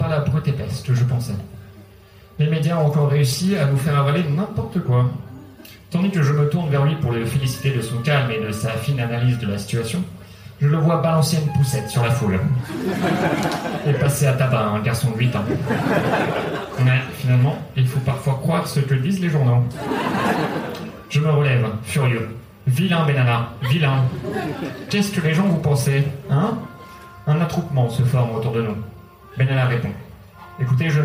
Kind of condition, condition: setting, live audience